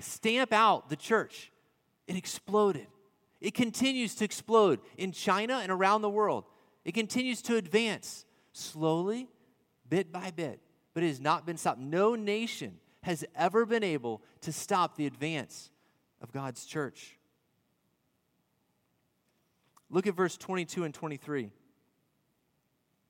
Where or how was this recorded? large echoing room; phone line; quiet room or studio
large echoing room